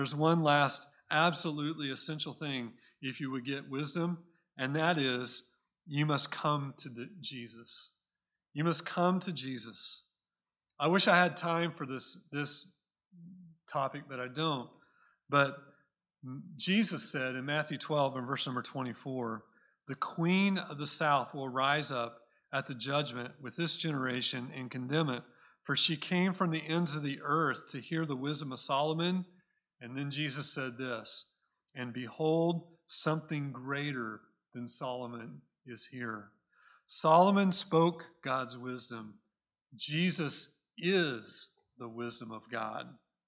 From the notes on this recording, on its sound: Recorded at Cornerstone Church in Mesa, AZ